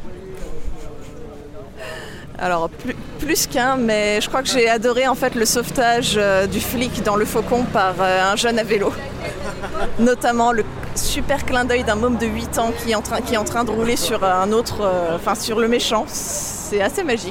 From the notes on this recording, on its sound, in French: Retour audio sur l'édition 2022 avec quelques réactions cueuillies à chaud à la sortie du Grand Rex au petit matin de la 6ème nuit Nanarland.